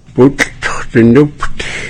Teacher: We say buk t, where we kind of put together that t sound and the ch that we say in words like how we say the word ach